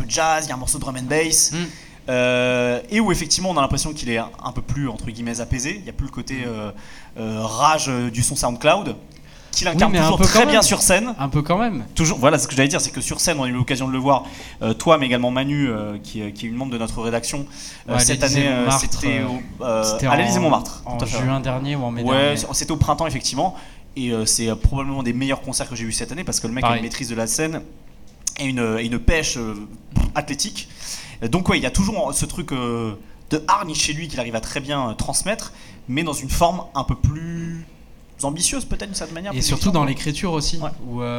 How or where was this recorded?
live audience